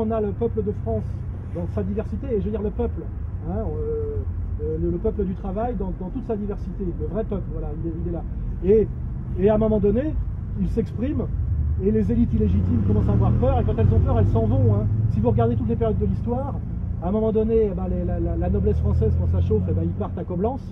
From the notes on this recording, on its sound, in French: En plein air. À Vence.